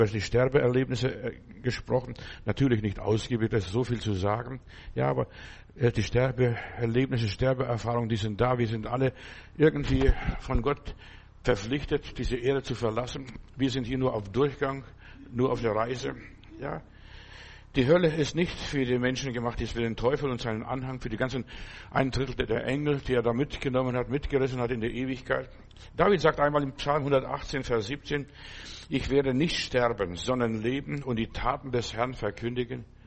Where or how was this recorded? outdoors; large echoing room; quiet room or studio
large echoing room